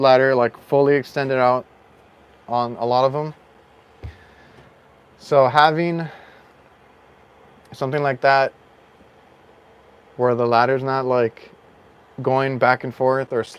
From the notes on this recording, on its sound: Live From My Van. We actually live streamed from my van.